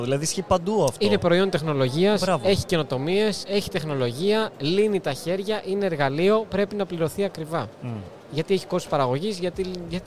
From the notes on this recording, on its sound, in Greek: LIVE SPECIAL EPISODE PHOTOVISION 2022. Live Podcast επεισόδιο απευθείας από την Photovision 2022 και το περίπτερο της Canon Greece!